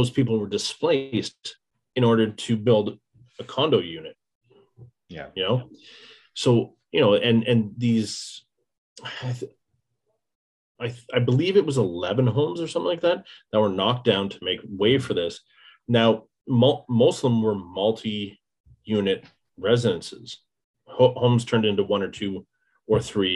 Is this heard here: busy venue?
no